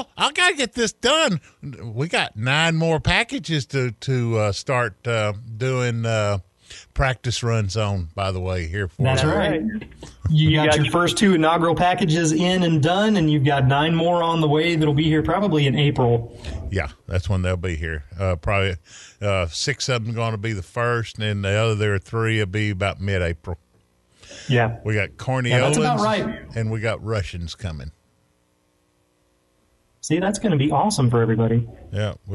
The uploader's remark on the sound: The guys are forced to do their first ever episode via Teleconference and they aren't so sure they like it all that much. Despite all the crazy COVID19 restrictions and hurdles.